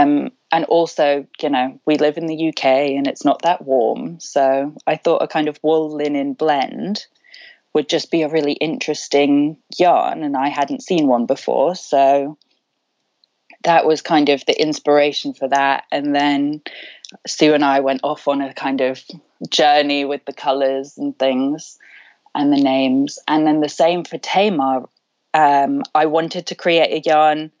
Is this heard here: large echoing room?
no